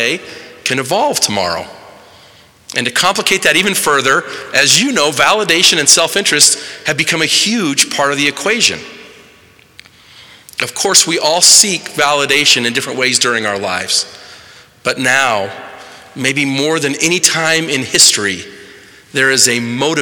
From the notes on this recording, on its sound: delivered March 21, 2023, in the Assembly Hall on Temple Square in Salt Lake City